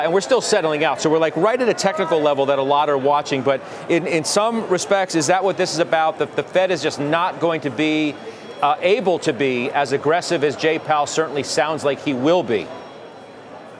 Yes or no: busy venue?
yes